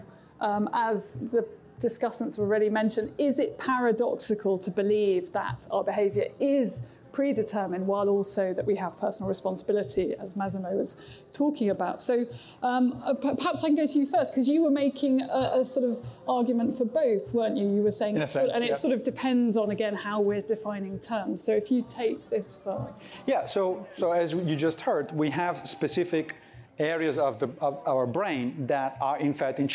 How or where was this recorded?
live audience